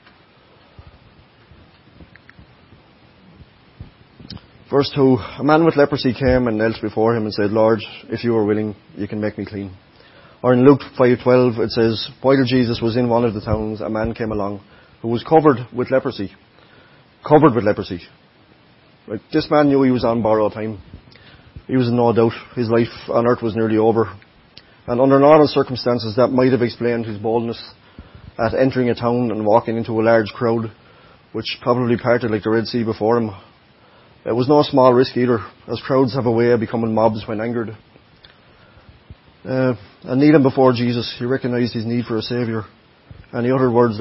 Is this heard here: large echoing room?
yes